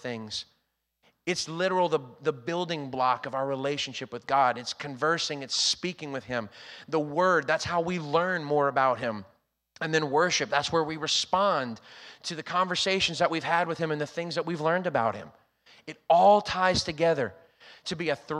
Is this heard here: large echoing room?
yes